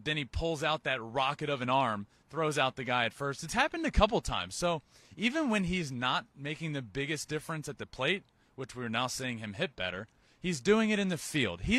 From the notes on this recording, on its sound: Live from Minute Maid park the day before Game 6 of the World Series!